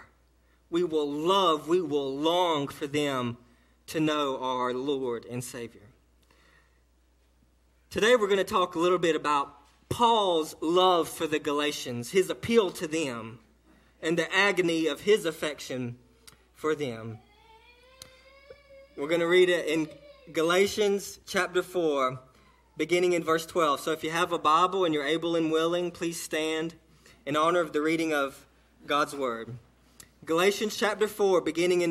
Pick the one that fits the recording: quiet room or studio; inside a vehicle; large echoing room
large echoing room